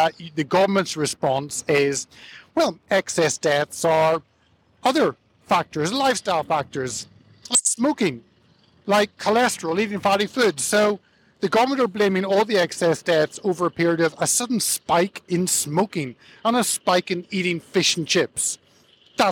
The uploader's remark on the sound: his message afterwards to the supporters gathered outside in Parliament Square